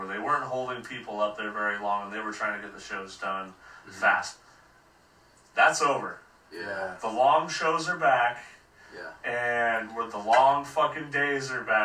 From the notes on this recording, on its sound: Unfortunately there was a technical issue with the video and it did not get recorded properly. This isn't a good audio capture.